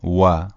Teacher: در زبان عربی به شکل دبلیو انگلیسی تلفظ میشه، یعنی لبها جمع میشه، قنچه میشه و بعد حرف تلفظ میشه. مثلا در فارسی میگیم و، اما در عربی میگیم و.